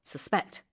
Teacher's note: The stress is on the second syllable, suspect.